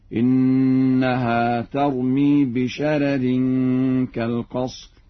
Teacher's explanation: إنها ترمي بشرر كالقصر، يقرأ ورش بترقيق الراء الأولى هكذا: إنها ترمي بشرر كالقصر.